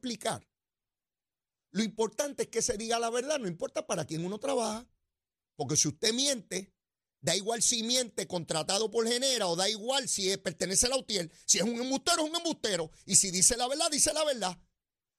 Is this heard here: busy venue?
no